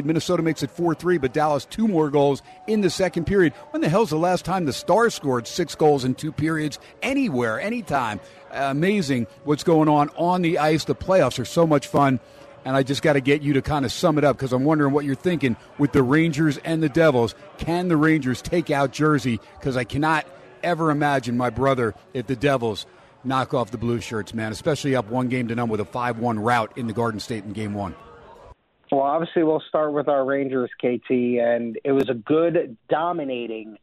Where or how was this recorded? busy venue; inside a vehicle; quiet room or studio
busy venue